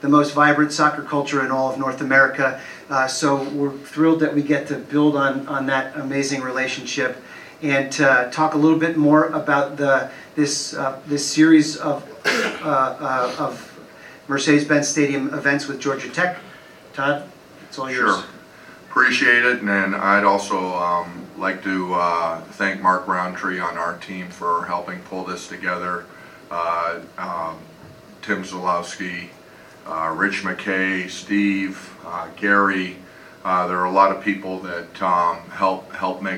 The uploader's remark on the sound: Mercedes-Benz Stadium Press Conference